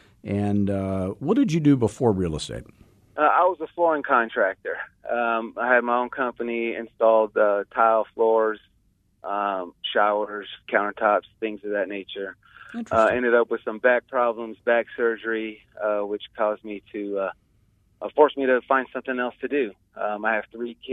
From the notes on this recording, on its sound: Live Coaching Call.